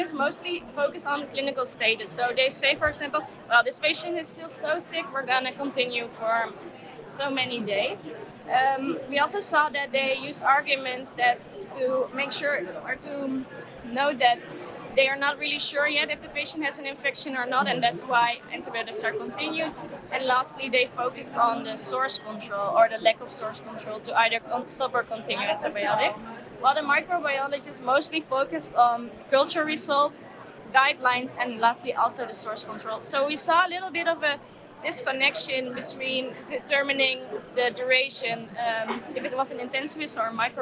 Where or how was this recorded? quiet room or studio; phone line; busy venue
busy venue